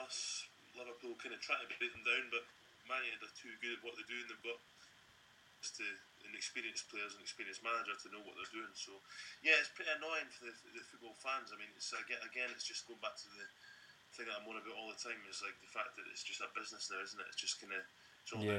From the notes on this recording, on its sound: Sorry for the sound issue with this episode